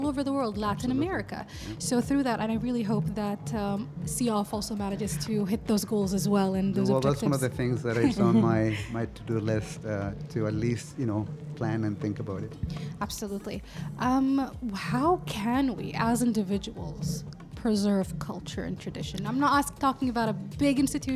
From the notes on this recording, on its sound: Live from SHD 2023